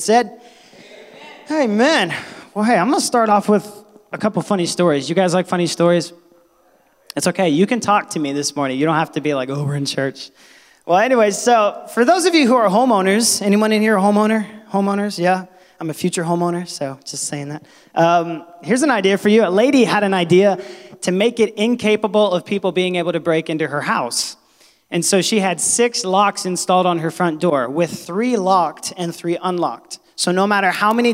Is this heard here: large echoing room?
yes